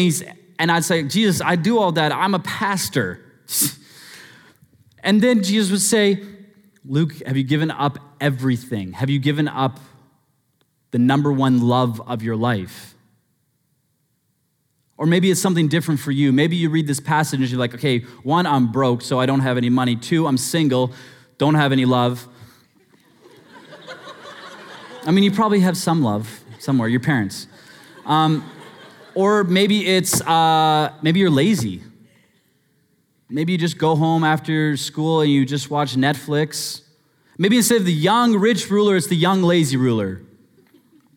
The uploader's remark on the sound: Sermon Audio From Northview Young Adults.